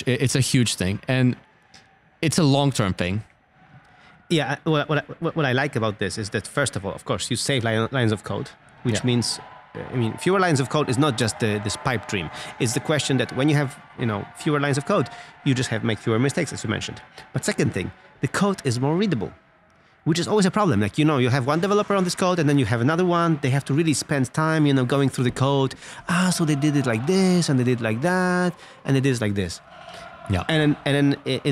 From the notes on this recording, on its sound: Live from Apple's Worldwide Developers Conference in San Jose, California